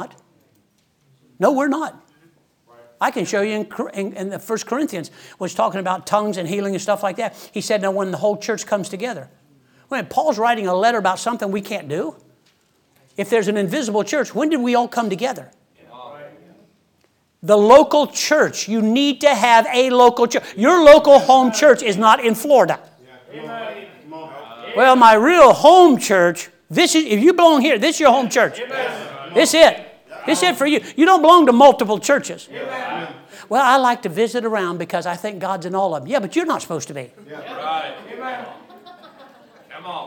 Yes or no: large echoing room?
yes